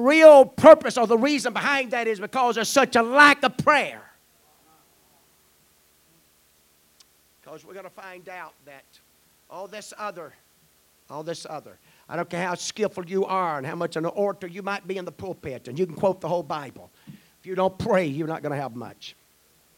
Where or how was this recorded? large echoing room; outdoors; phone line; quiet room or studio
large echoing room